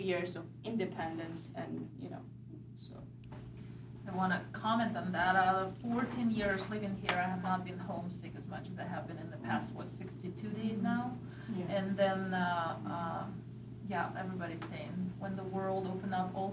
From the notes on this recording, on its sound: We also hear from a local Russian-American who now lives in Estes Park. I have also included part of the lecture that the three Ukrainian-American women gave last night at the Estes Valley Library.